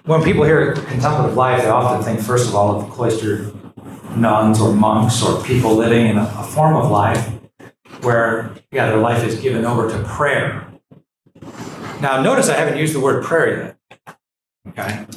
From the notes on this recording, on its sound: The lecture was given on June 29th, 2023, at the Thomistic Institute Student Leadership Conference at the Dominican House of Studies.